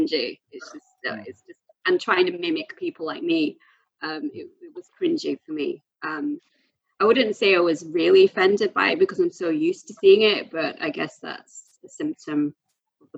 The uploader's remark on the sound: The Zoom season begins